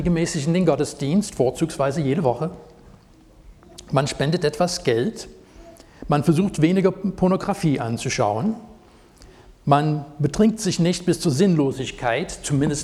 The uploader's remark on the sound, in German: Predigt aus dem Gottesdienst vom 16.07.2023.